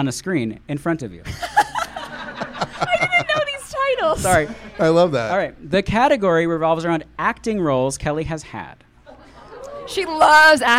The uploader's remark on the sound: Recorded in front of a live audience. Live from Las Vegas!